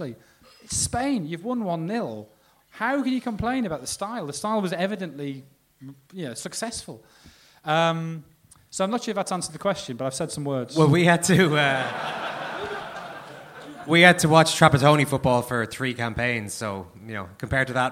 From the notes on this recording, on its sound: The Blizzard live in Dublin. The second half of the Blizzard's live Q&A event held at Dublin's Sugar Club on 3rd March 2016.